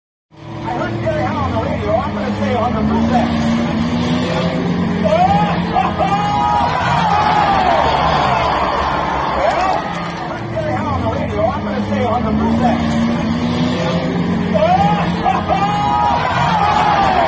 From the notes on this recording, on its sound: Live from Dave’s BAR. Our first show of 2023 coming to you live from Dave's BAR!